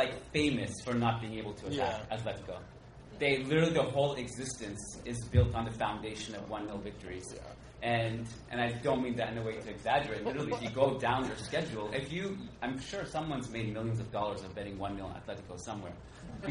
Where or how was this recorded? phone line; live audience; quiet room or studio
live audience